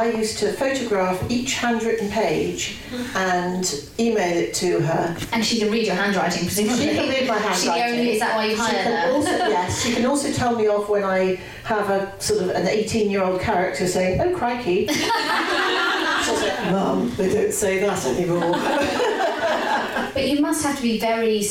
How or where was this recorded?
live audience